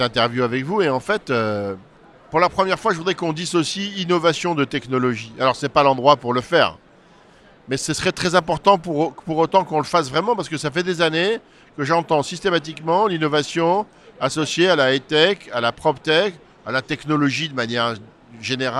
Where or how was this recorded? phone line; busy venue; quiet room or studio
busy venue